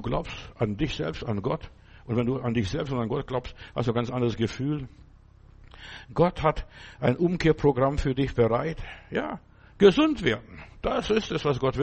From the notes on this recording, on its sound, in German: im Gemeinde-Zentrum in Berlin aufgenommen